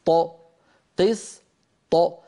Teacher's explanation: قسط، كيف خرجت هذه الطاء المقلقلة؟ ألصقت لساني على مخرج الطاء من غير صوت، ثم باعدت بين اللسان وغار الحنك بصوت